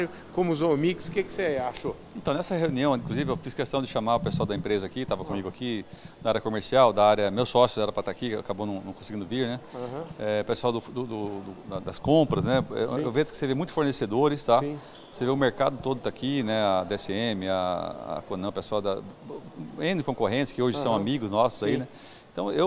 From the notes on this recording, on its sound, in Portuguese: Prosa boa gravada durante a Reunião Itinerante da ASBRAM, em Campo Grande.